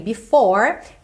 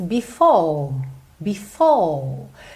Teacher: Um britânico diz before, before. Percebe que ele sustenta, ele alonga essa última vogal, que no caso aqui é o O, e ela vai fechando um pouquinho · Shown in: second take · Term: inglês britânico